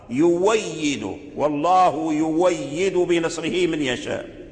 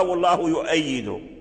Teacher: فورش أبدل هذه الهمزة واو فقرأ يويد · Shown in: first take